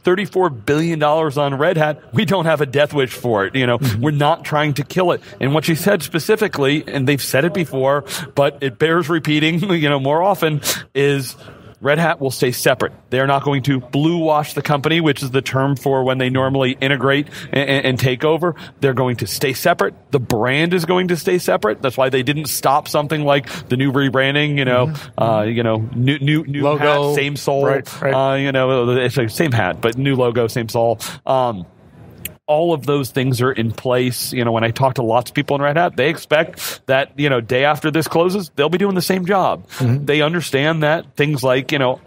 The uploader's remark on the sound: Red Hat Summit 2019. Kick off day two of our coverage live from the BCEC in Boston, MA.